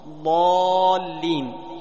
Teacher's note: الضاد تخرج من حافة اللسان مع ما يليها من أضراس العليا، أي الصفحة الداخلية لأضراس العليا.